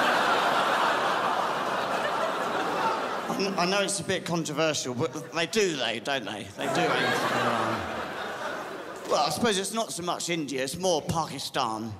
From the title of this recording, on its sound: The 2015 Melbourne International Comedy Festival Gala